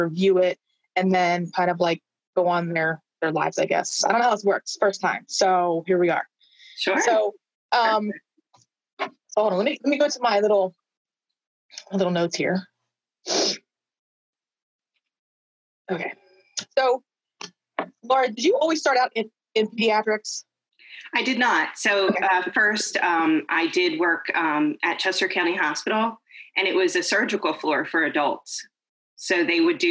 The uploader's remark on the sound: Originally recorded on zoom